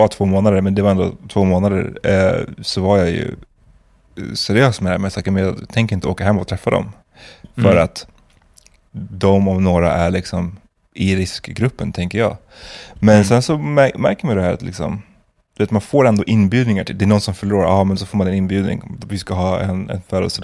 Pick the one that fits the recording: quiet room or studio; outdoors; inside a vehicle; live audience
quiet room or studio